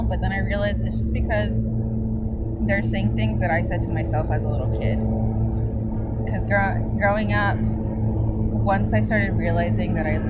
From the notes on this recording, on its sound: Recorded in a park on a warm day